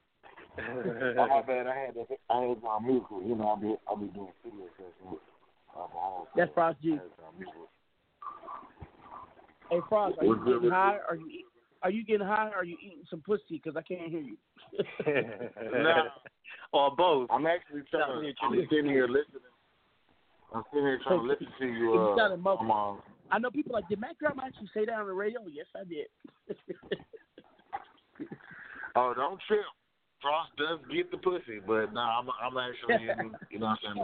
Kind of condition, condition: link, phone line